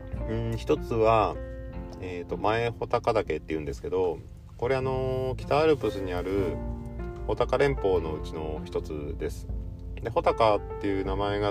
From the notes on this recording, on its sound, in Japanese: オンボロ軽自動車では騒音が激しい。IPhoneだけの編集でなんとかなるものなのか？とりあえず静かなところで少しだけ。